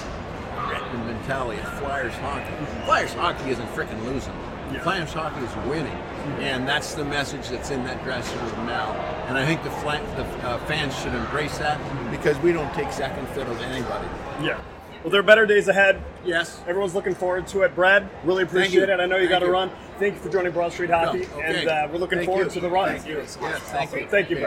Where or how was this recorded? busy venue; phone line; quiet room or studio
busy venue